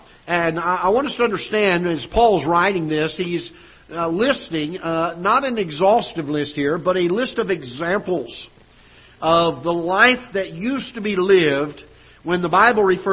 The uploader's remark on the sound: Ketha Heights Baptist Church ~ Live Broadcast